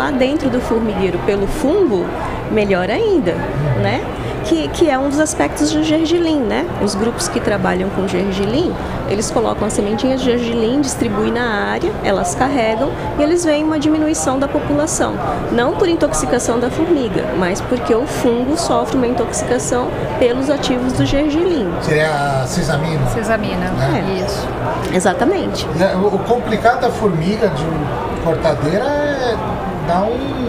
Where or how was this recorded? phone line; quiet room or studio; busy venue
busy venue